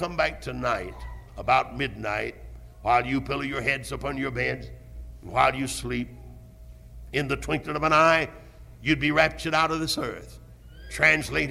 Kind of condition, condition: setting, large echoing room